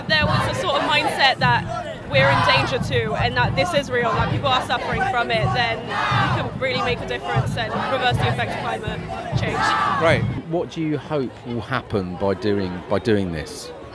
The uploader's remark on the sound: Fridays for Future School Climate Strike Live from Bristol. In this episode I head to Bristol with my son to join the Schools Climate Action strike - Fridays for Future and chat to students. This is experimental, noisey and insightful!